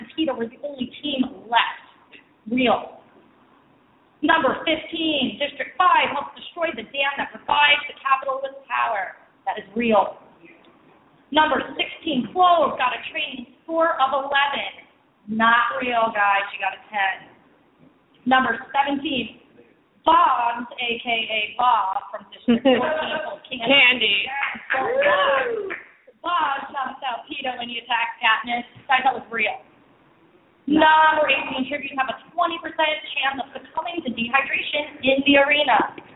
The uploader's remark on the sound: The Hunger Games Fireside Chat will be broadcasting live from the Hunger Games Exhibition at Discovery Times Square, as part of New York Super Week. On-site fans ask questions and take part in some Hunger Games trivia.